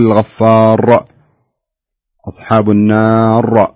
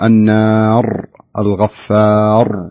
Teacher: الصحيح أنك تسكن الراء · Shown in: second take · بدون ما تخلق لها، تقول النار الغفار بهذا الشكل اللي قرأتها فيه في المرة الثانية، هي ممتازة.